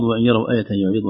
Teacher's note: انتقلنا مباشرة إلى الياء لكن فيها غنة، لكن يعني ما في أثر واضح للنون، ما نقول وإن يروا، لا وإي آيتي يعرضوا، وكذلك سحر مستمر ما في نون، ما نقول سحر مستمر، سحر مجرد ما انتقل من الراء إلى الميم مباشرة لكن في غنة في الخشوم بس.